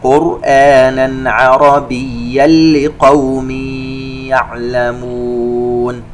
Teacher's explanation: قرآنا عربيا لقوم يعلمون، عندنا تنوين في كلمة قرآنا وبعدها حرف العين إظهار حلقي، تنوين آخر في كلمة عربيا وبعدها حرف اللام إدغام بغير غنة، تنوين في كلمة لقوم يأتي بعده حرف الياء إدغام بغنة.